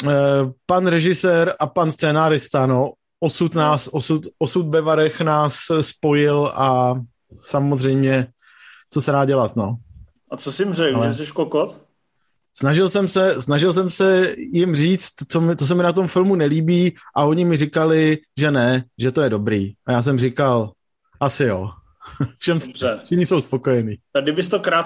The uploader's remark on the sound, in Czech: Nejnovější MZ Live nečekaně přes Zoom